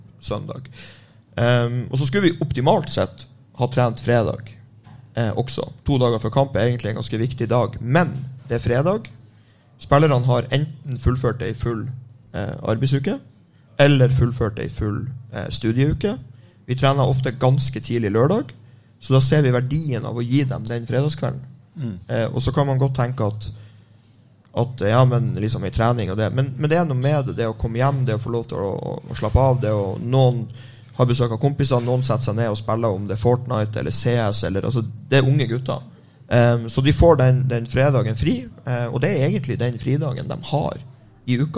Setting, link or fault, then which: setting, busy venue